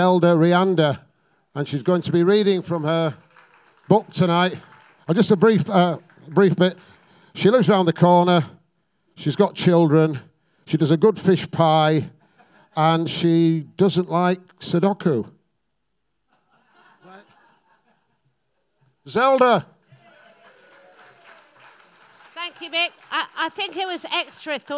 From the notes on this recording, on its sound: At our regular venue the Hootananny in Brixton.